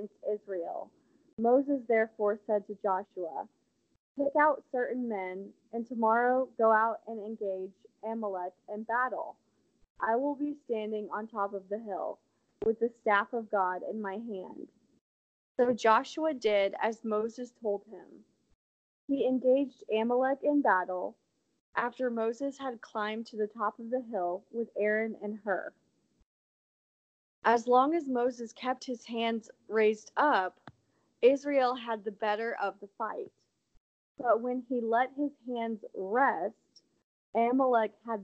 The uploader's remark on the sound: I apologize for the sound quality of this episode!